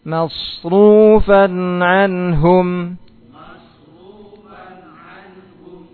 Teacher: Suadnya dibaca tebal dan mimnya tetap dibaca tipis.